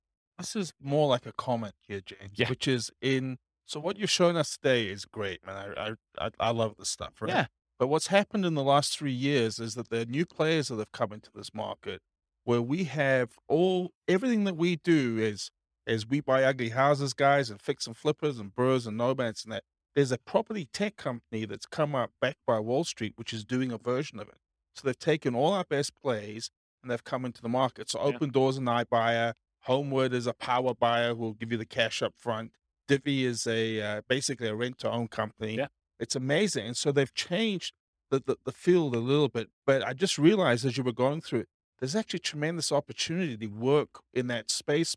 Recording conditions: live audience